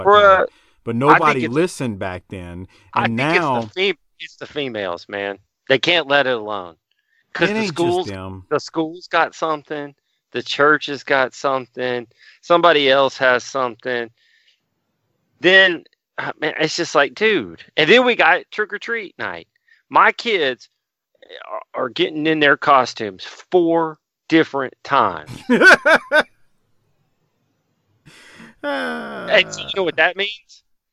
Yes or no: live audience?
no